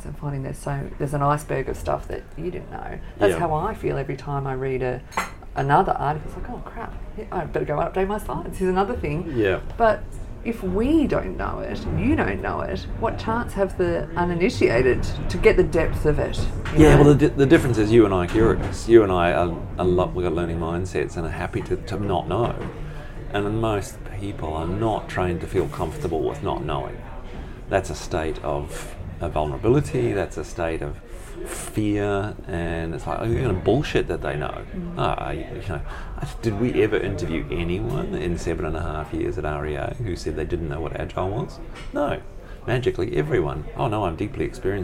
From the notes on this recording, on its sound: in literally the smallest cafe in Melbourne